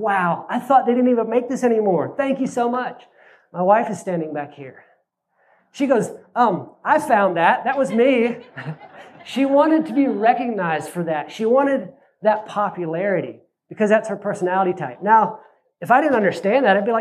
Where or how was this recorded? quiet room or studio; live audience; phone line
live audience